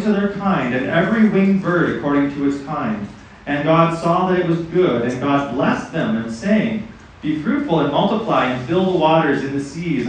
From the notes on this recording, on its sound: messages preached at Riverside Bible Camp in 2023.